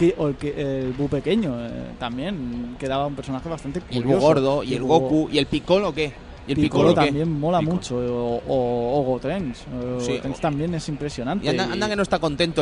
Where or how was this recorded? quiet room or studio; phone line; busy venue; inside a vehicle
busy venue